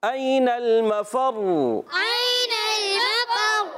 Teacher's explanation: پر زبر ہے، فا پر زبر ہے، حرکتیں نہیں کھینچیں گے، مگر فا کو را سے ملائیں گے اور را مشدد ہے، دو مرتبہ پڑھی جائے گی